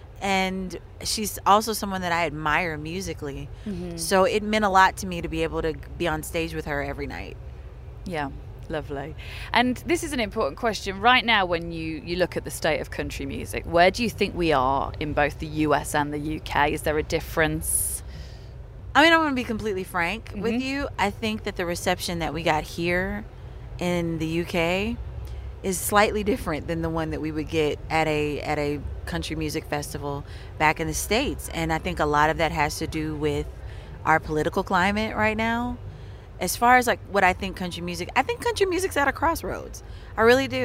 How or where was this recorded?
busy venue